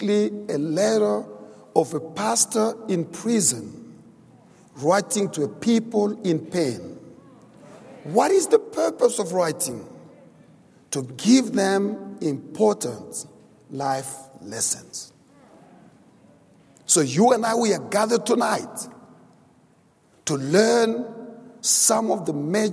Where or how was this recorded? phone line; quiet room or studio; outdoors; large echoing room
large echoing room